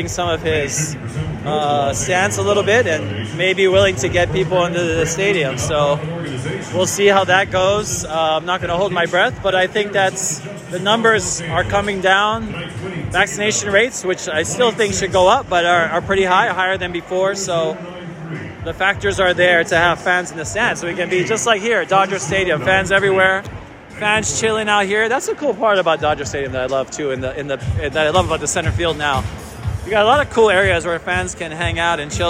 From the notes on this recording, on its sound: LIVE from the NL Wild Card Game. Seventh inning stretch time here at Chavez Ravine as the MLB #postseason kicks off in the National League.